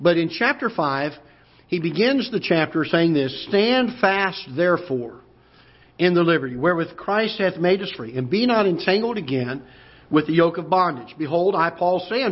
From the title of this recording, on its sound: Ketha Heights Baptist Church ~ Live Broadcast